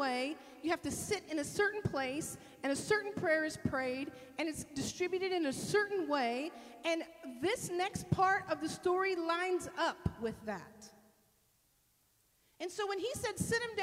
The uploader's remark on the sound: This sermon was delivered at Northpoint Community Church in Beaumont, TX